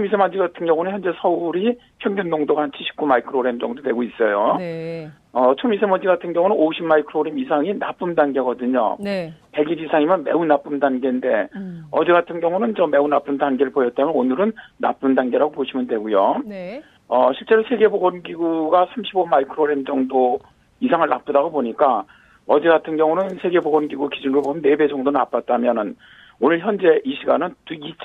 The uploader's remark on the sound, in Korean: 전화연결]